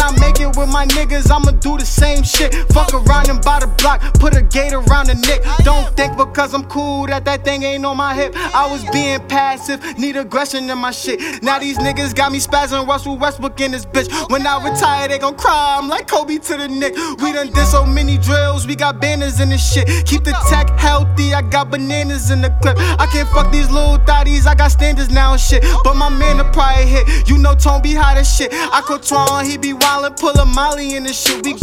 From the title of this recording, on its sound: Live From The Nick